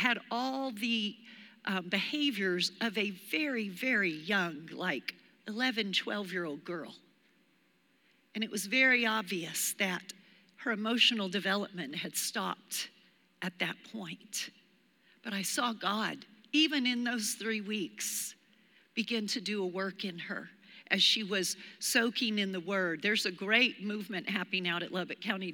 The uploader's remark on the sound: Recorded live during our Wednesday night service